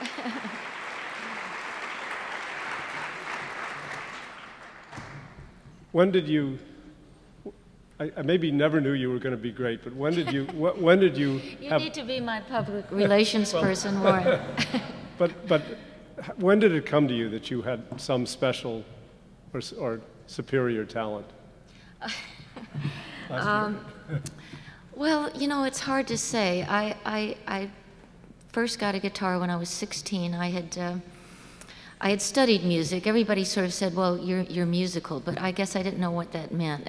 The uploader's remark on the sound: recorded at the Academy of Achievement's 2005 Summit in New York City